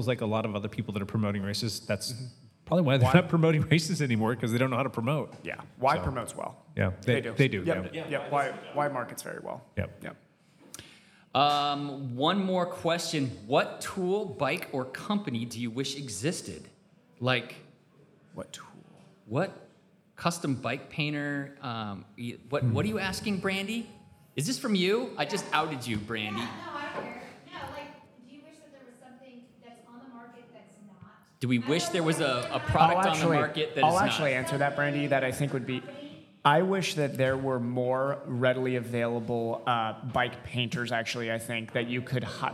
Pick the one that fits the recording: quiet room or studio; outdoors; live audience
live audience